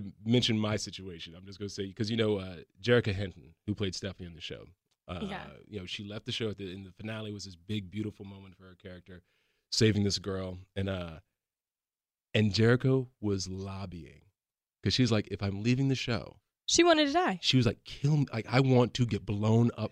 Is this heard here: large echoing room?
no